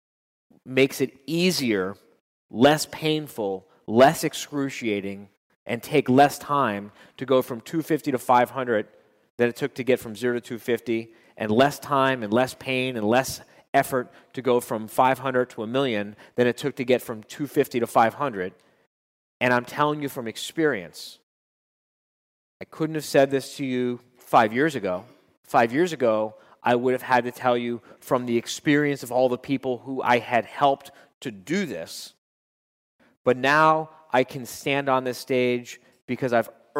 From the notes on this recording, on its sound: addressed his members at a Live Quarterly Meeting in West Palm Beach, Florida